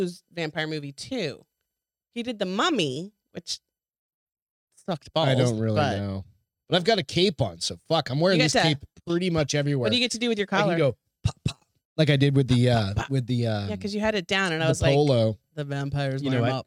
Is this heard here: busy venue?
no